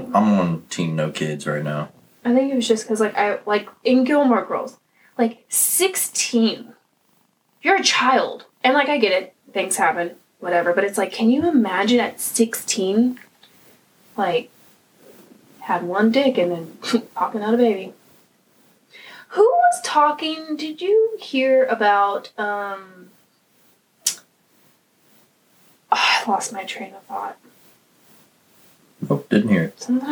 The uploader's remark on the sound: It was a rough day for us and it may not be a perfect episode full of laughter and jokes but more mishaps, computer & mic issues, annoying dental work, and unenthusiastic moments.